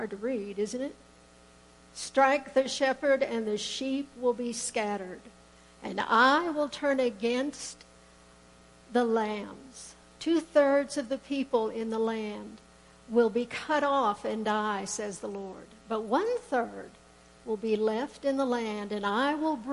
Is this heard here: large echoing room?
yes